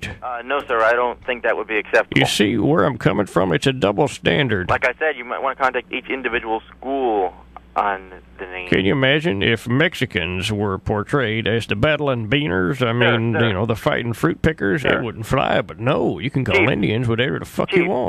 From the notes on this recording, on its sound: Prank Phone Calls